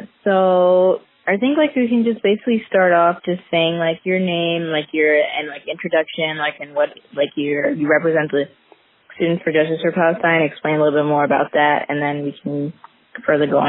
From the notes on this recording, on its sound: interviewed a close friend over the phone